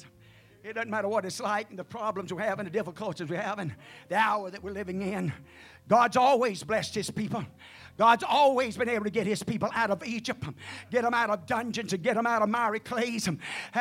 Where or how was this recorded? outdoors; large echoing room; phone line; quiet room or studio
large echoing room